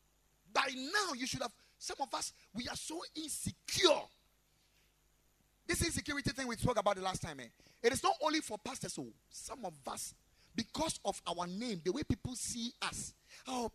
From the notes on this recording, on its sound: Preached at the Ekklesia Chapel, KMC Worldwide